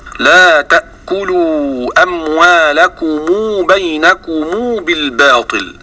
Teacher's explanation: بضم ميم الجمع حالة الوصل مع وصلها بواو لفظا · Term: وصل ميم الجمع